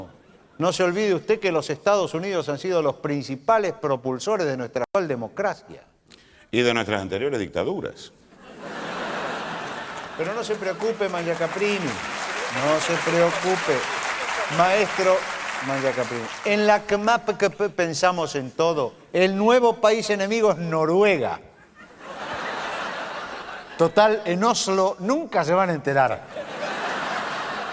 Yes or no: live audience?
yes